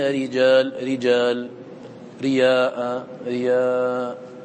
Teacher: حكم الراء إذا كانت مكسورة أنها رقيقة في الوصل للضرورة